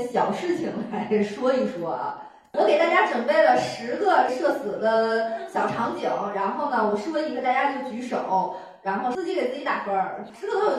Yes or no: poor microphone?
yes